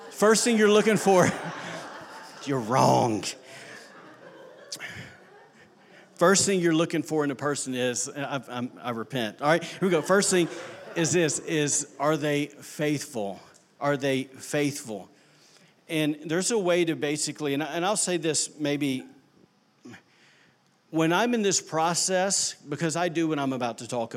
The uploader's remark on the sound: recorded on Sunday, January 6, 2019, during service at The Anchor Church in Rockport, Maine.